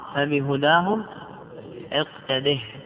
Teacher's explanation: جلب هاء السكت من أجل بيان وإيضاح حركة الدال